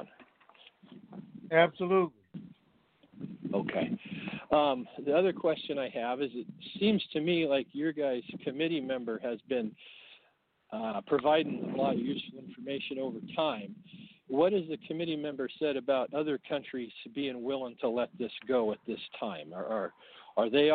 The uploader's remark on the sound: TNTSuperfantastic Conference Call